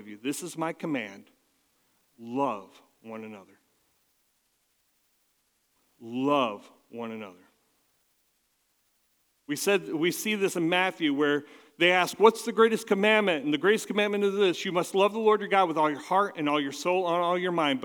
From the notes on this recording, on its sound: at Catalyst Christian Church